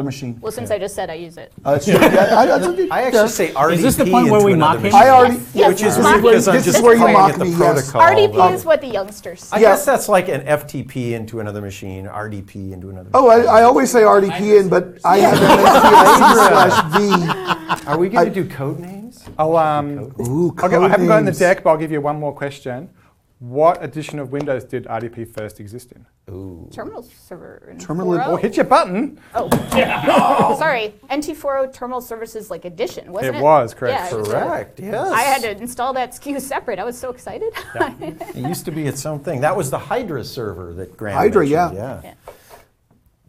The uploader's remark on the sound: Three Microsoft Legends join us in the Channel 9 Studios, with a live studio audience, for a Game Show!